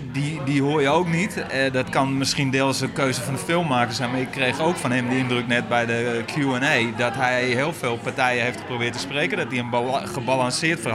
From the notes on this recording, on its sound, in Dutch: Opgenomen in het jubilerende filmhuis Cavia.